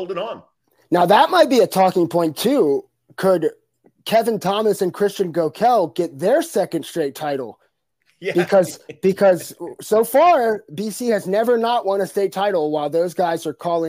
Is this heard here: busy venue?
no